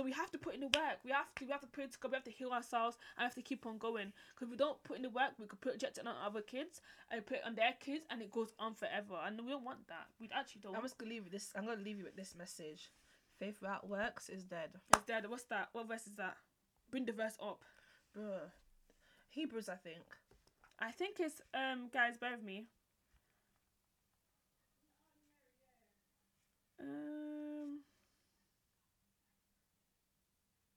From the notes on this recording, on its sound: Please listen with earphone sorry for how low the audio is we are getting it sorted.